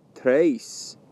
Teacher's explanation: The number 3, três, is a level tone.